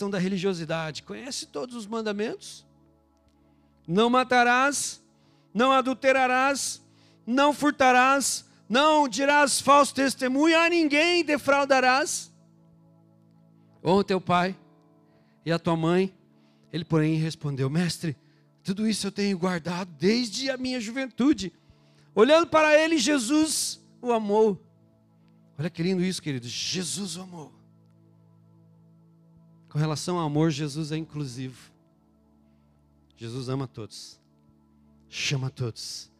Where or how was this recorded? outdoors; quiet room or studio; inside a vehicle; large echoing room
large echoing room